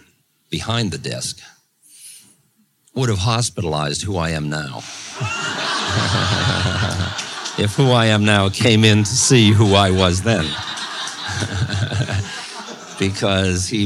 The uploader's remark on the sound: In this Q&A session from 1992.